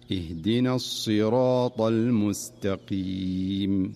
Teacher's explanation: والمقصود هنا تفخيم حرف الصاد، فالصاد في الصراط حرف مستعل مفخم، فلا ينبغي أن تضعف صفته حتى تميل إلى السين.